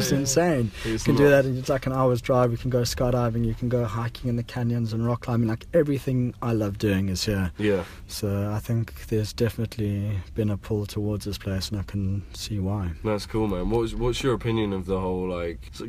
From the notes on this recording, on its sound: We were in the car on Venice beach, watching the Sun slowly fall into the Pacific Ocean where we had previously been getting smashed upon by Neptune's Wrath during our surf session.